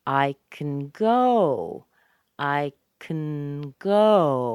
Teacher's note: It drops way down. It's very short. The intonation's very low.